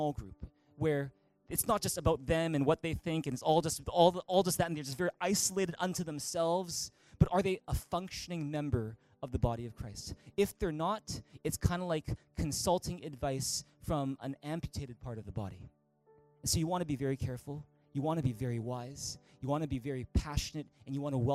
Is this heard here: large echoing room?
yes